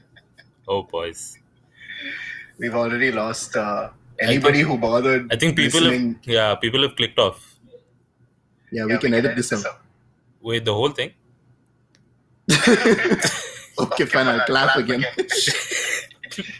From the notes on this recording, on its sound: messed up the audio